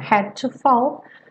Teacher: had to, também não vai pronunciar o D e o T separado, tudo juntinho.